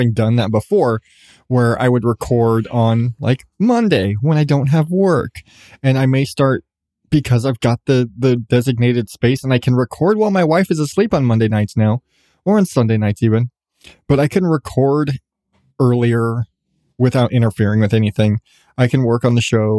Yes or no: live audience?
no